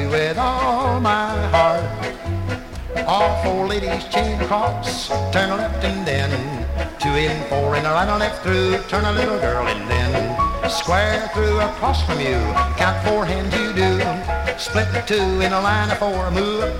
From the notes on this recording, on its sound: 1964 Blue Star Jubilee Square Dance held in the Sam Houston Auditorium